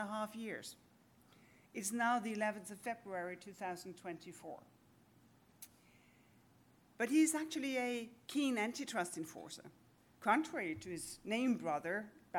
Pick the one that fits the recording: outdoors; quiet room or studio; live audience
live audience